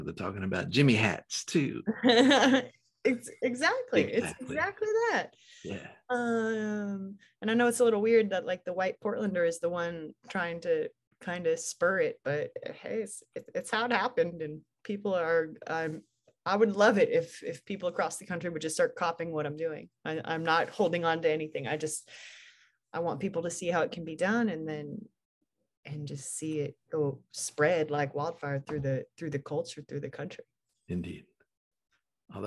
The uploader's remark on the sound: Recorded 2.4.2022 from Raleigh, NC & Portland, OR on Zoom